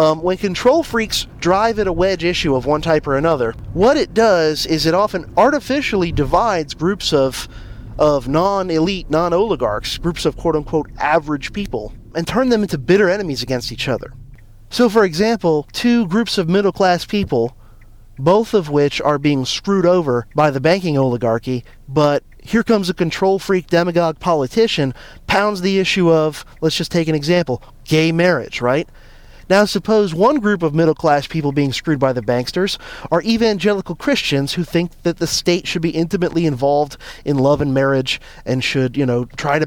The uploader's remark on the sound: This is a guerrilla episode done in the car